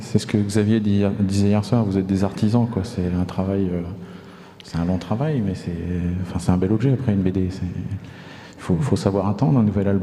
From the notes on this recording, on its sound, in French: Festival A Tours de Bulles 2021. Retrouvez les interviews réalisées par l’équipe bénévole d‘A Tours de Bulles sur le plateau radio en direct du festival !